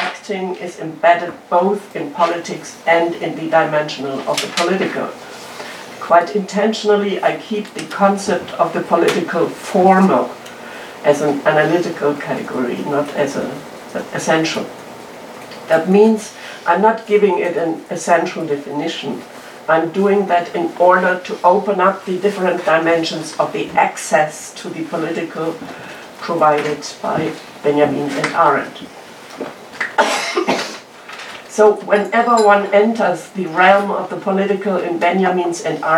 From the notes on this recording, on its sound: A talk delivered at the Hannah Arendt Center.